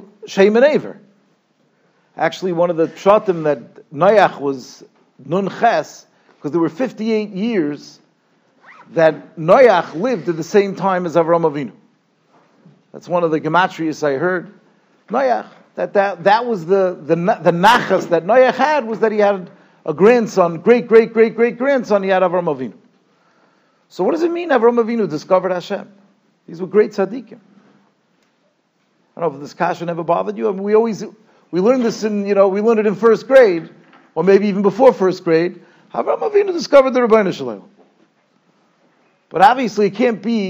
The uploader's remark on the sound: Shiur recorded in Yeshivas Ohr Reuven, Monsey, NY.